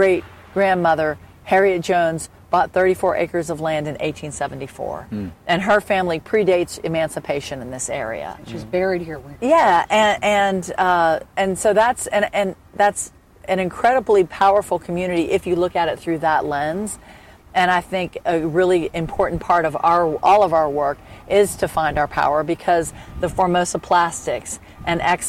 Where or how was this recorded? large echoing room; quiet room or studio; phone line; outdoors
outdoors